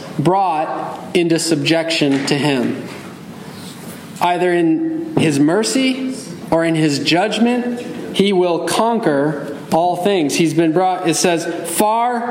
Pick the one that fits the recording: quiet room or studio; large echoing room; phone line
large echoing room